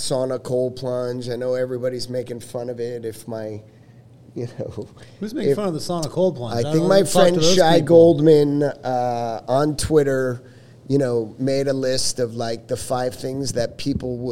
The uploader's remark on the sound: The episode was recorded at Capital Factory's Fed Supernova in August of 2023. The episode was recorded at Capital Factory's Fed Supernova in August of 2023.